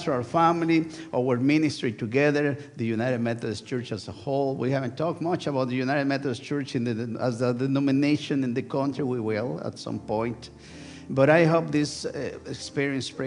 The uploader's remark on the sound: Sunday worship service of First United Methodist Church of Pacoima, recorded live on August 6, 2023. We are located at 12550 Van Nuys Blvd.